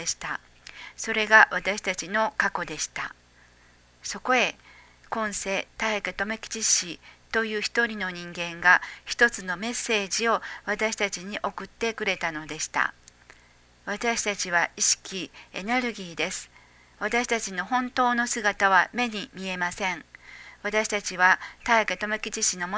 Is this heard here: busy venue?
no